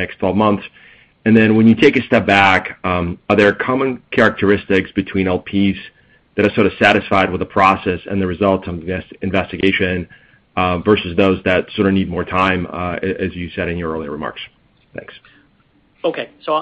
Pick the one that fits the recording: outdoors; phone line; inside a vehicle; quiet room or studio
phone line